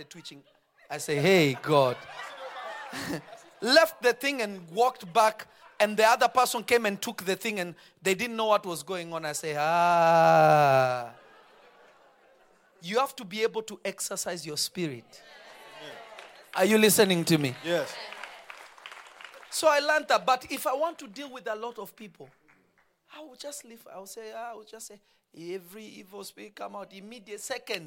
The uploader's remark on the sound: This episode was recorded live on Feb 09, 2023 at Revelation Church in Simi Valley.